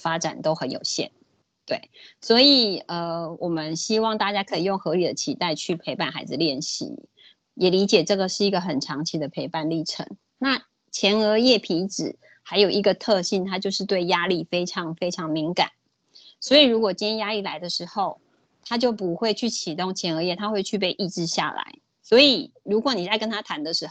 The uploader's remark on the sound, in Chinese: 此為線上課程錄音檔